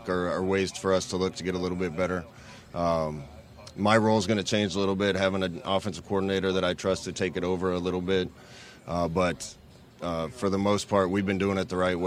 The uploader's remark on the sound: Live from Big Ten Media Day in Indianapolis. Coverage of 2022 B1G Media Days at Lucas Oil Stadium in Indianapolis.